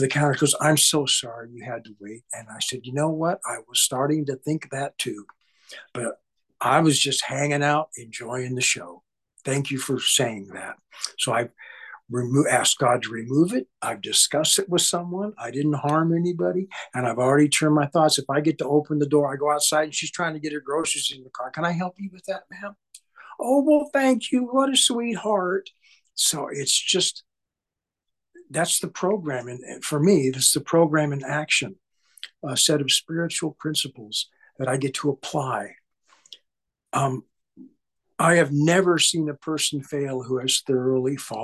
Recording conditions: video call